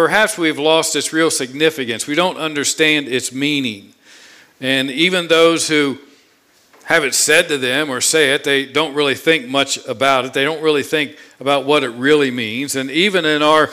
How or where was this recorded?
large echoing room